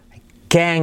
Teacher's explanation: acentuamos can't pero omitimos la T.